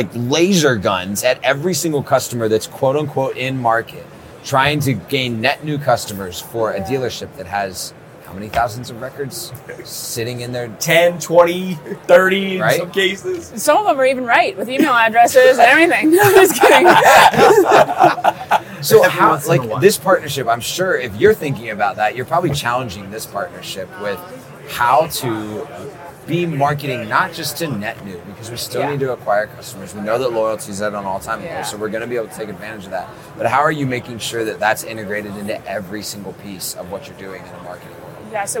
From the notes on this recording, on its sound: The conversation, recorded at the 2024 NADA Show.